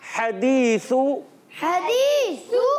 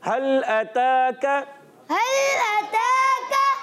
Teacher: ہا حلق کے درمیان والے حصے سے، پہلے والا ہا حلق کے نیچے والے حصے سے